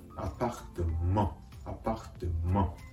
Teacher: マンと言いながら、同時に鼻から息を抜かすように発音するところがポイント。アパフトマン、アパフトマン。ですから、カタカナ発音のマンよりも発音が柔らかくなるわけですね。発音のコツ